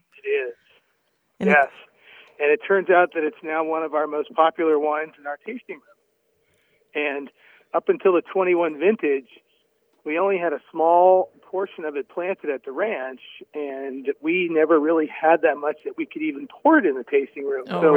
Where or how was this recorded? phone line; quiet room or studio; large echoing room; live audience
phone line